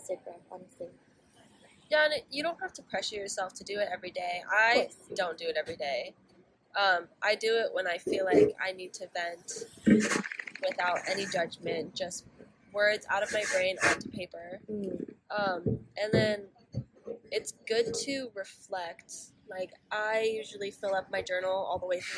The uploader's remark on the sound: Excuse the background noise